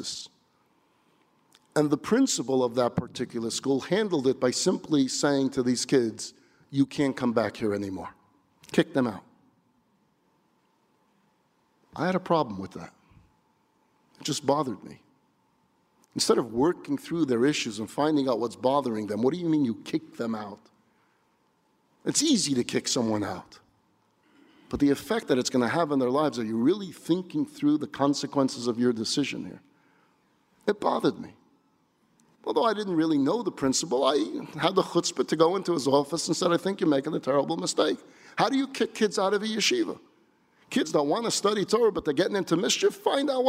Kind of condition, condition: setting, live audience